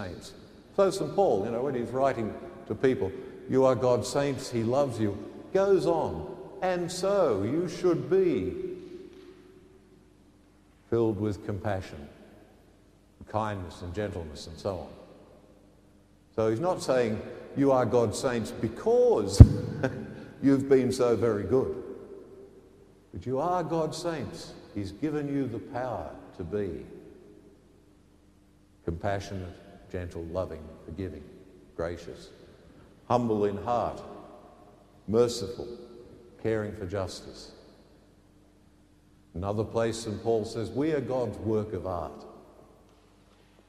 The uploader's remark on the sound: The homily from Sacred Heart Cathedral, Hamilton